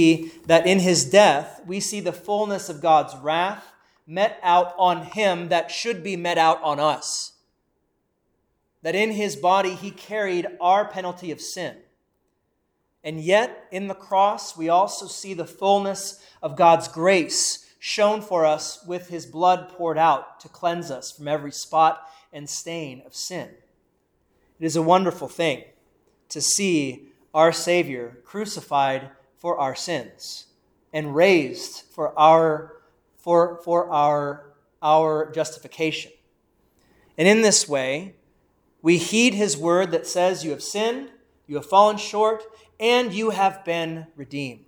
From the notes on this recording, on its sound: Preached at Saint Paul Evangelical Lutheran Church in Valley City Ohio